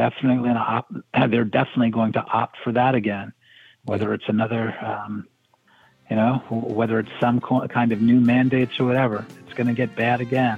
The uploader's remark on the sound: we take your calls in open phones across America